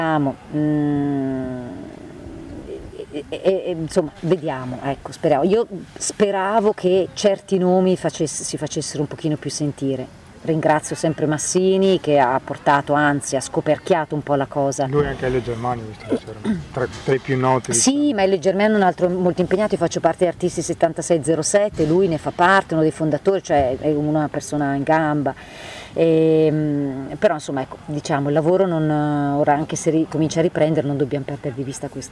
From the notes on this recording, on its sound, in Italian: Altre tre interviste registrate ad Antiche Mura Teatro Festival